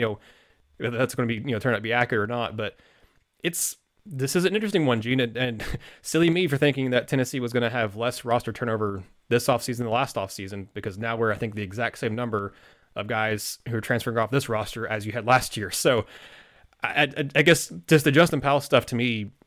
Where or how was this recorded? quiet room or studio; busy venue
quiet room or studio